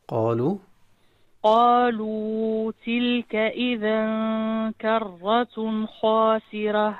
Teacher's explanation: قالوا مد طبيعي، مد مقدار حركتين لا أكثر